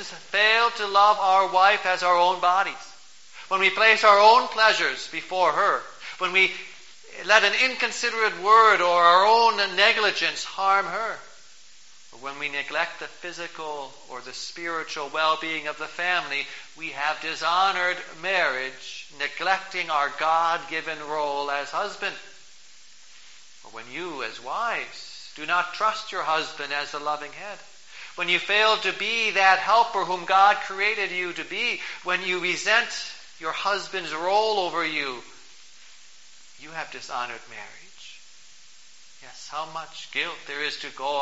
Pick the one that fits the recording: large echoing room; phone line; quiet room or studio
large echoing room